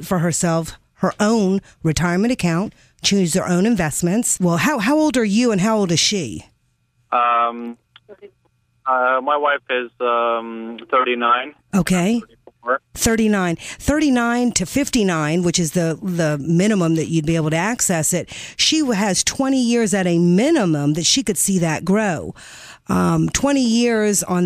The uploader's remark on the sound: Financial planning call-in show.